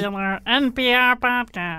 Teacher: And another one, in the same range, is a denasal, which is what I was doing, where there's no sound coming out of your nose. You think of that as like if you have a cold.